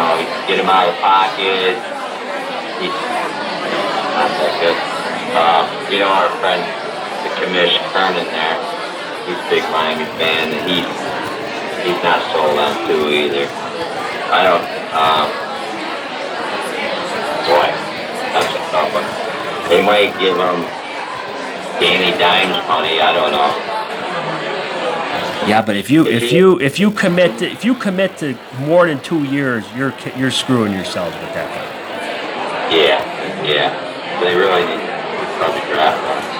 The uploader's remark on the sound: Live at The Superbowl.